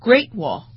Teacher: 当你去说 Great Wall 长城的时候，然后那么它的重音肯定是放在前面的